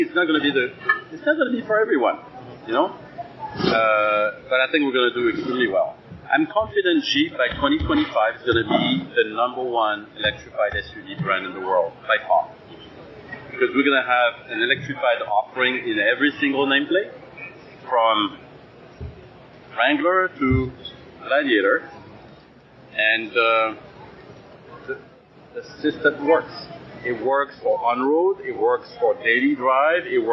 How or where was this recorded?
busy venue